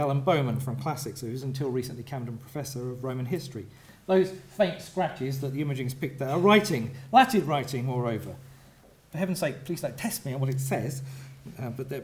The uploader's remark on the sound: gives a talk for the Oxford Humanities Research Showcase conference held on 11th July 2011